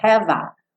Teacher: Eu não pronuncio o F não. Já junto no A